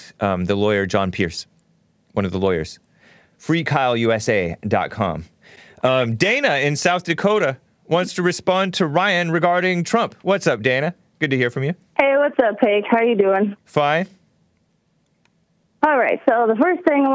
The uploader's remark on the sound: has a rough phone connection